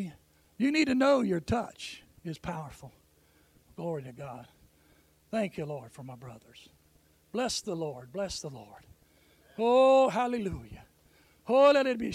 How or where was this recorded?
large echoing room